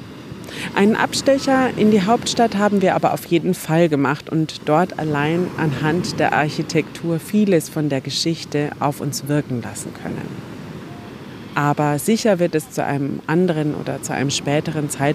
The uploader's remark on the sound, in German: Da ich die Episode auf Wunsch einiger Hörer*innen wieder einmal am Strand aufgenommen habe, mach dich bitte auf Wellenrauschen im Hintergrund gefasst…